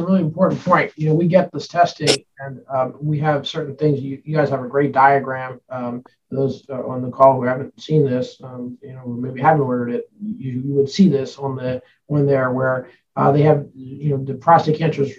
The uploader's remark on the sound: derived from an episode of Myriad Live, a recorded open-forum webinar